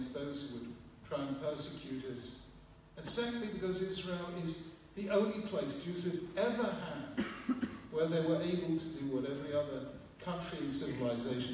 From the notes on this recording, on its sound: gave to students at the Hasmonean High School for Boys' in London, UK on 13th December 2017